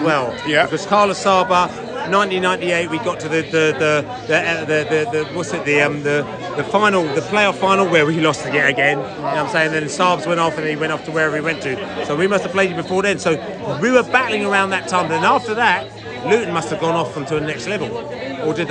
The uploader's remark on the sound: at the Brentford get-together in Venice just outside Washington